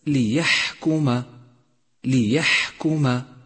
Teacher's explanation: لاحظ صفة الهمس لحرف الحاء في كلمة ليحكم، ليحكم، وأجري النفس معه لتقويه